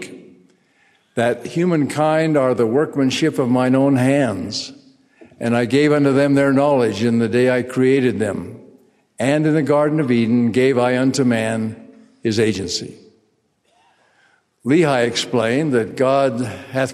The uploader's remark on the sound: delivered this commencement address on April 27, 2023.